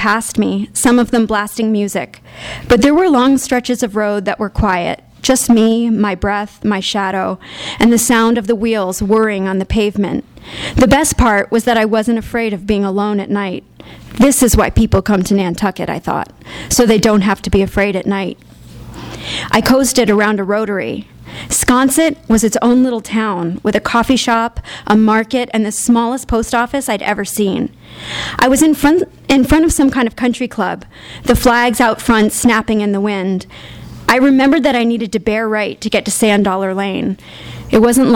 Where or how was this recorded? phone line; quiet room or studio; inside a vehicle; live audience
live audience